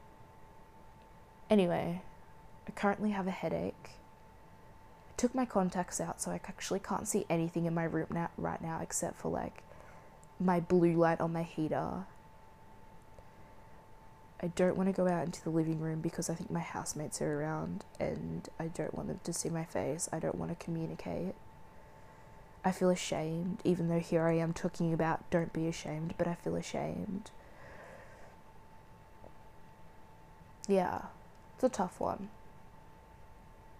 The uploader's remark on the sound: sat in a dark room with the ambient noises of my heater